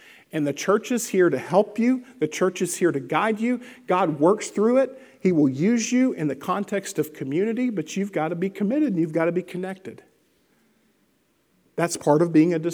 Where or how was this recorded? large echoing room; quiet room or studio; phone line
large echoing room